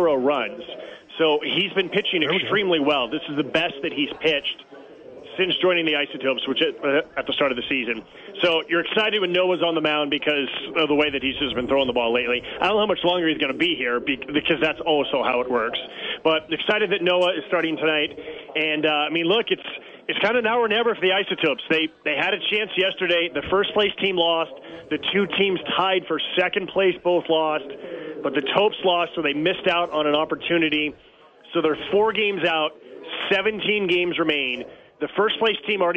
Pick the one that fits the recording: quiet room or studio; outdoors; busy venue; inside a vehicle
busy venue